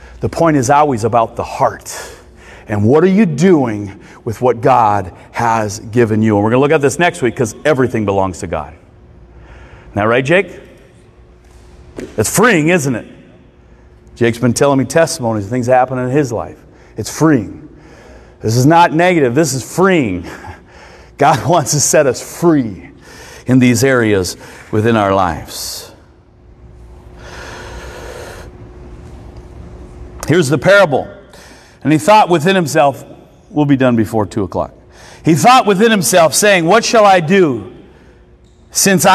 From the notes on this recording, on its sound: recorded Sunday mornings at Church of Hope